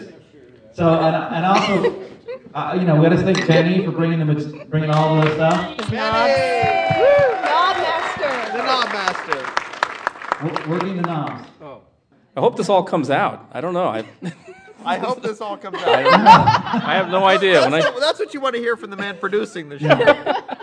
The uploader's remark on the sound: This podcast recorded in front of a live studio audience. We came to a movie theater in "the ELC," (the Cerrito Speakeasy -- thanks guys!).